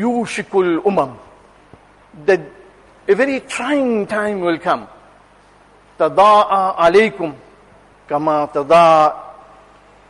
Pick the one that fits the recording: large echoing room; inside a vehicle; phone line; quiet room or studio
large echoing room